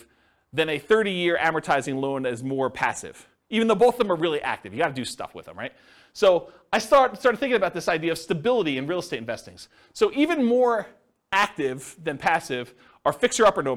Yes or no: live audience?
yes